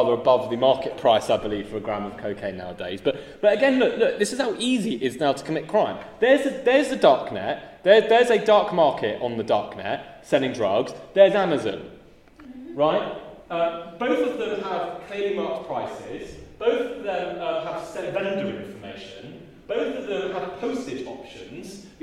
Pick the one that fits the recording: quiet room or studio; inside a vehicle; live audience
live audience